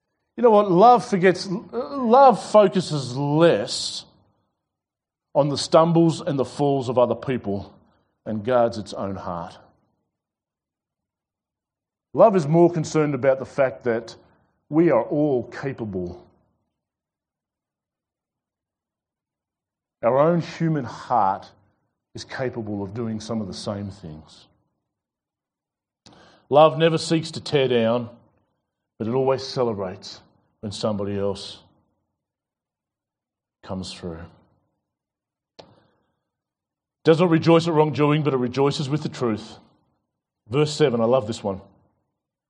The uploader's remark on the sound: This sermon was preached at The Rock Christian Church on Sunday 21st February 2021.